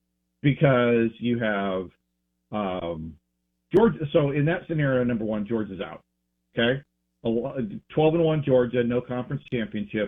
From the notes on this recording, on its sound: Joins the show on the Farm Bureau guest line talking about the landscape of the game live in the BankPlus Studio.